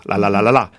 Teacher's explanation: in Italian, the L is very tip of the tongue, L, la, la, la, la, la.